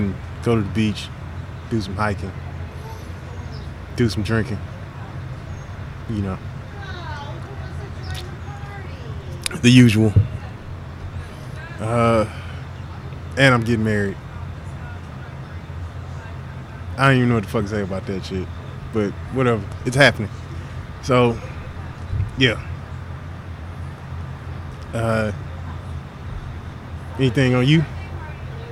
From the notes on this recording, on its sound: There were mics, there were drinks and a podcast was created from the best bar in the City of Austin.